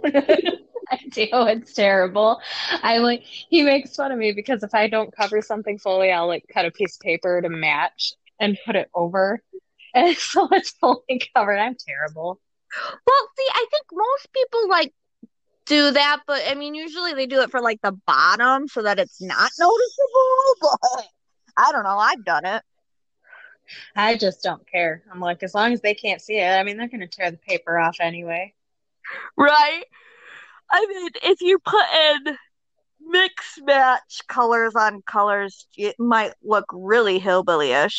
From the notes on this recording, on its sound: For some reason the recording stopped halfway through!